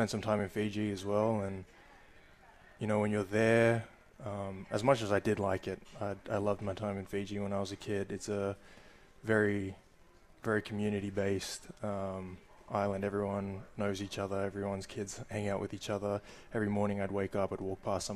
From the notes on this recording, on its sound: live from RJs Pub in Rochester Hills!